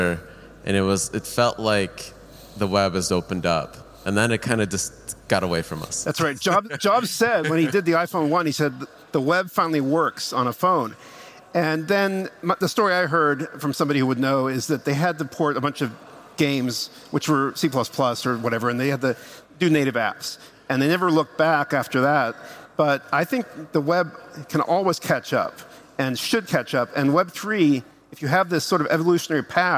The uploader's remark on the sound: Live from Breakpoint 2021